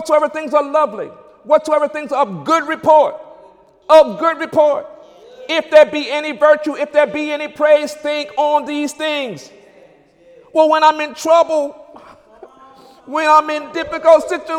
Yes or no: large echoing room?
yes